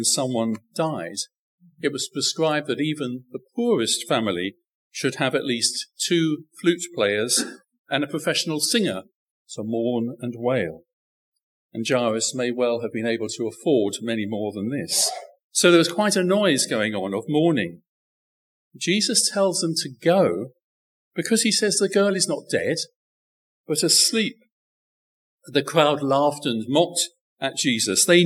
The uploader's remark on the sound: Recorded Live stream Sermon from Binscombe Church (BWS)